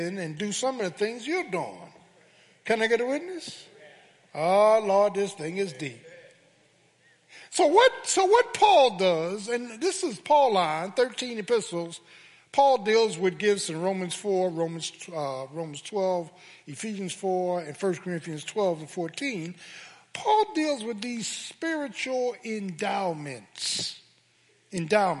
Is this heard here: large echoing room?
yes